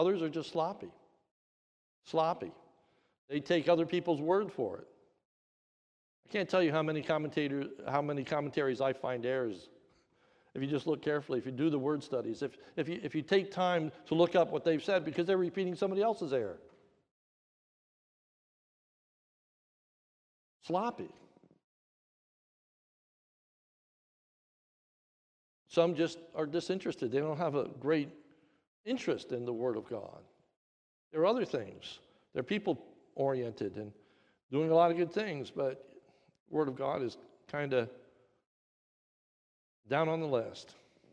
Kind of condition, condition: setting, large echoing room